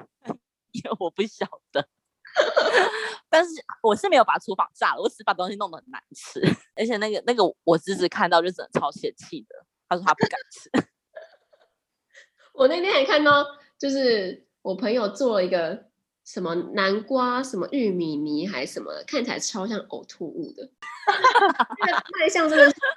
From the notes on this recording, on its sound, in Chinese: 久違的遠端錄音